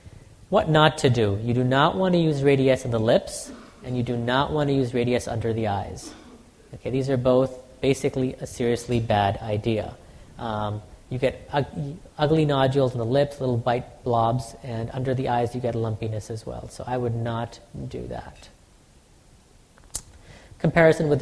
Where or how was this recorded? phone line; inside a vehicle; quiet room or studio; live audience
live audience